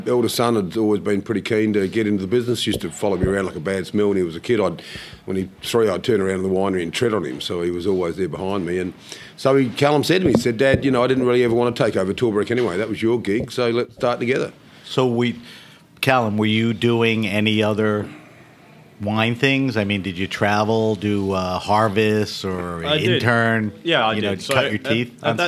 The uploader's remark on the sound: travels down to the Naples Winter Wine Festival in Florida to interview winemakers from all over the world